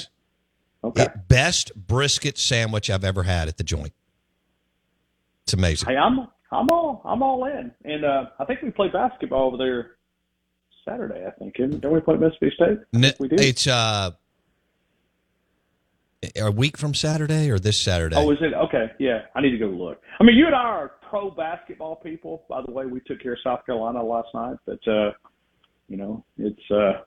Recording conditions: phone line